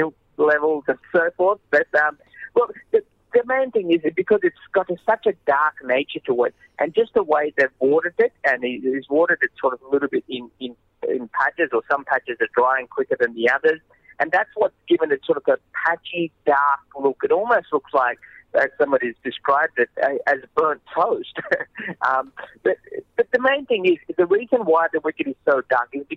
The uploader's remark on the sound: phones in from Ranchi